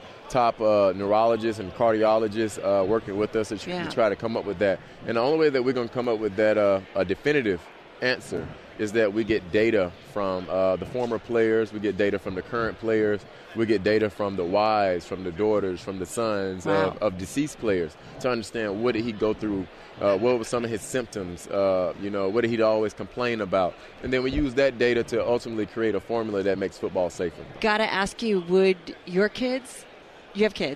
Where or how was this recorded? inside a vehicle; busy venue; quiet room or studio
busy venue